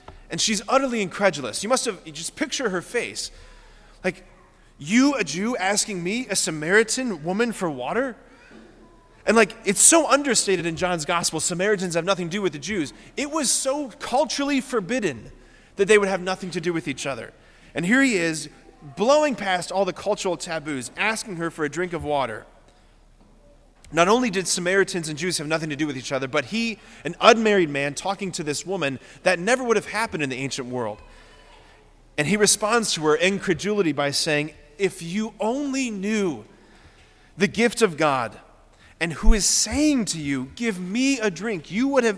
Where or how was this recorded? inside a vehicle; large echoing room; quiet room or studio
large echoing room